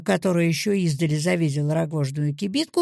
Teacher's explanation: объясняющий эпизодик, как бы опускается вниз, вовнутрь фразы. · Term: нырок